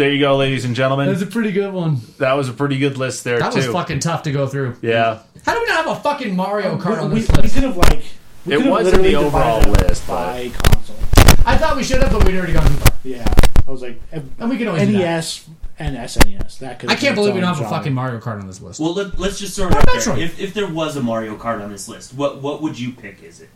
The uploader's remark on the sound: We experienced some kind of issue with audio in the last 10-15 minutes of recording, and our attempts to fix the issue were futile.